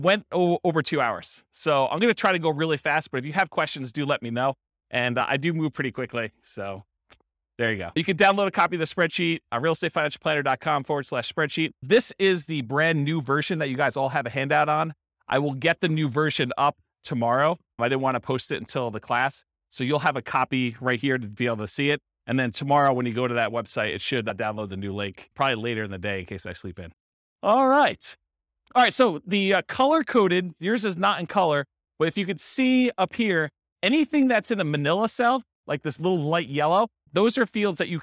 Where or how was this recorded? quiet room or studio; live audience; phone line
live audience